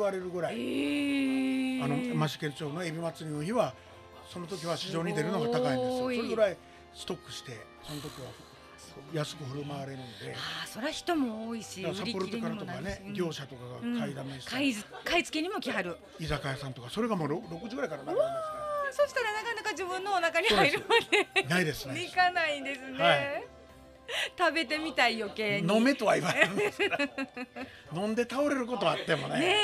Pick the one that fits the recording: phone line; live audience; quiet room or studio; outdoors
live audience